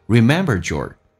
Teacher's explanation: remembered 的跟 your 可以有一个音变 d 加也发 ch 这个发音